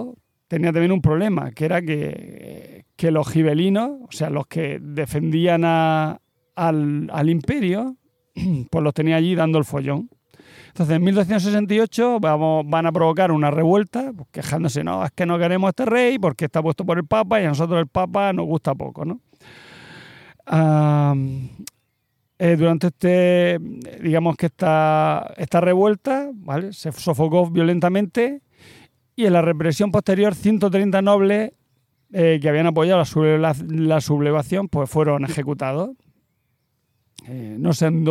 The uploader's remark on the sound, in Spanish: Grabar al aire libre, en un jardín público de murcia, en concreto en el palmeral chico. Rodeados de palmeras y de alguna que otra mosca.